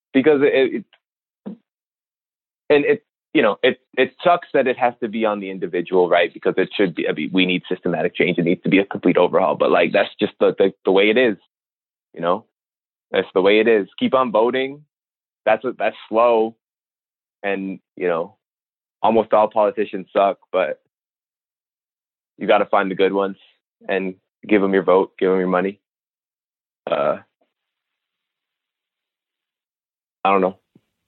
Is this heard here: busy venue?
no